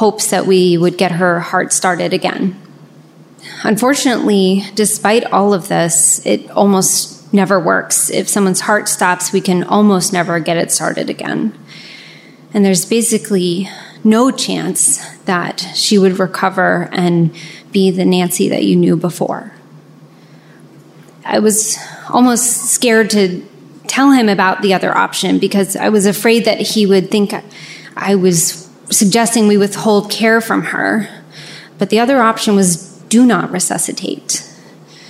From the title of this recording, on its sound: Live From Richmond!